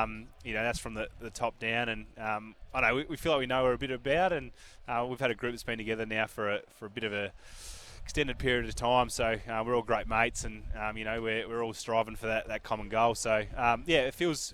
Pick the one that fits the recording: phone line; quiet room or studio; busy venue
busy venue